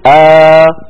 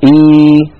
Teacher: أبدلوا الهمزة الثانية الساكنة حرف مد مجانس لحركة الهمزة الأولى